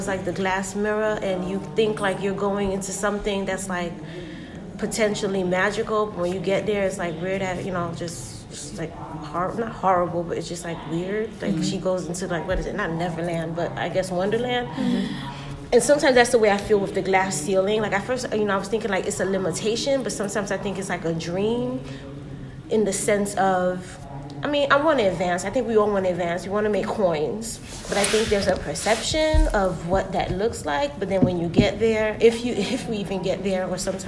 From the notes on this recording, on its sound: Hosted a LIVE recording at ACPA 2020 in Nashville, TN!